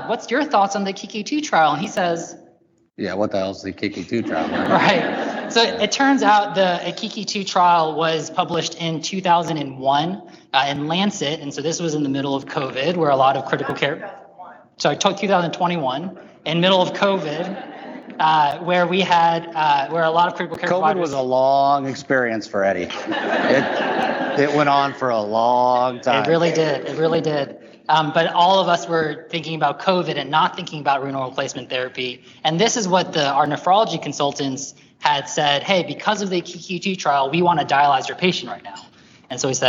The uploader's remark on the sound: LIVE SHOW: AKIKI2 live from ACNP/PA Critical Care Bootcamp. Thank you so much to the organizers of the ACNP/PA Critical Care Bootcamp who invited us to do a live episode of the show!